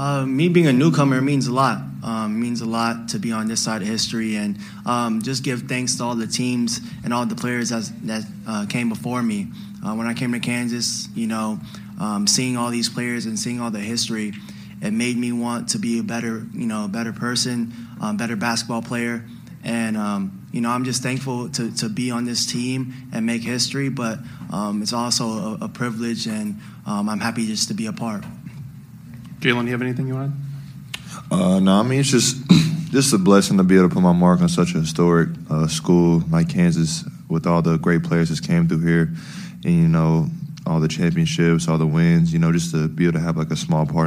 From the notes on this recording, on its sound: full press conference audio, all from Chicago, IL